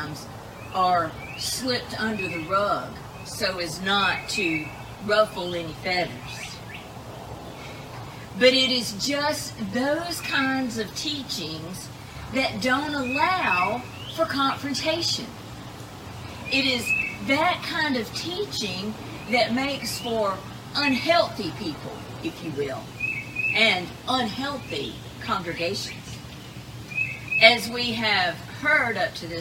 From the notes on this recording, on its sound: Edited version of live worship service